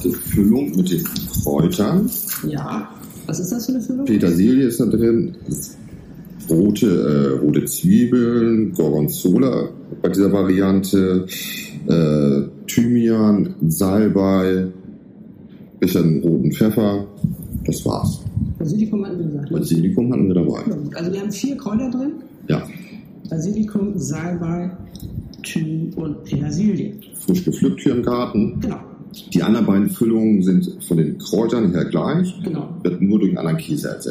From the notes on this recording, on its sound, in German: SORRY für die Tonqualität! Wind und Meer Lautstärke unterschätzt und dann hat auch noch das Mikro rumgezickt.